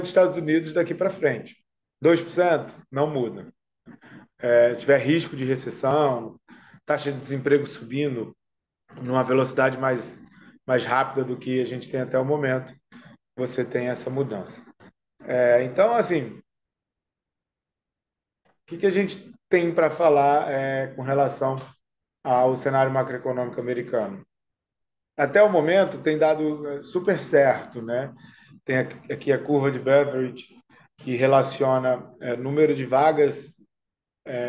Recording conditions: video call